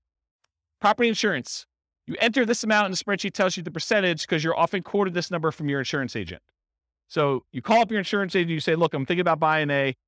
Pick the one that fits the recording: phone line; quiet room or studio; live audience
live audience